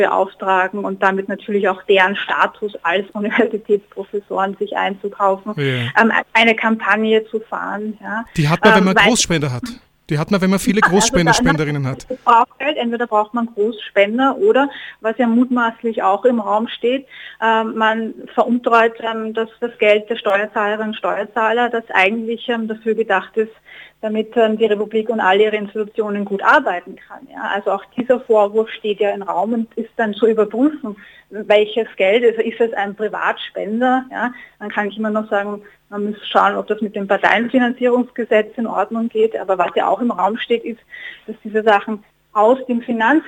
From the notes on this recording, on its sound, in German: Am Telefon